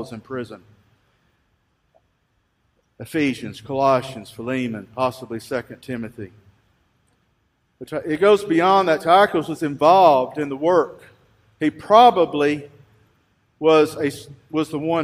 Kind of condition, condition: setting, large echoing room